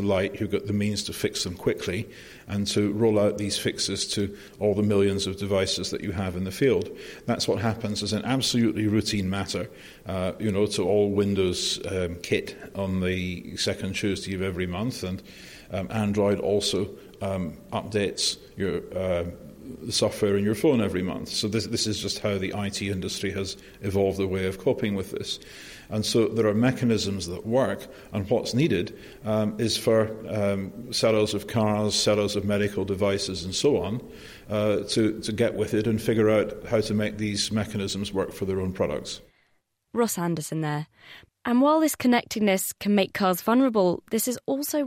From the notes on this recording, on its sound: This week the show comes to you from the Royal Institute of Navigation's annual International Conference.